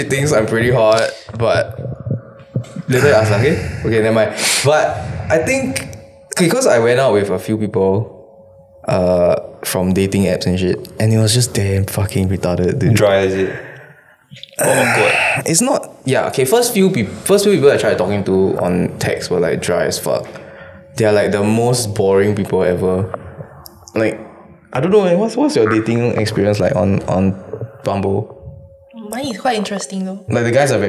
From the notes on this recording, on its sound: Dont blame me for the mic sounds this time, they didnt wanna come over to my place.